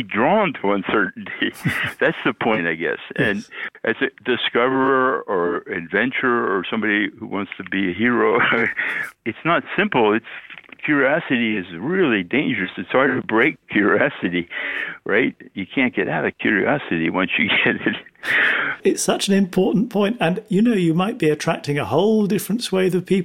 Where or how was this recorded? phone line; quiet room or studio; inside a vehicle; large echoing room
phone line